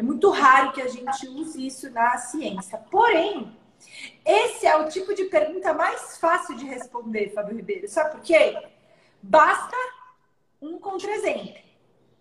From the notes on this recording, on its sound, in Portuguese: Esse áudio foi originalmente uma live, realizada no instagram da SOMAS em 25/01/2021.